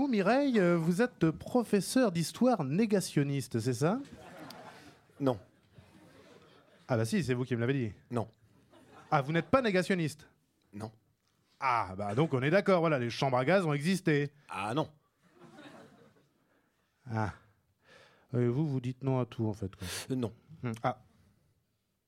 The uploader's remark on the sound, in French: Tous les soirs pendant le Festival BROUILLAGE. Enregistre en public une nouvelle saison d'Insolite, en direct de La Loge - Paris XI.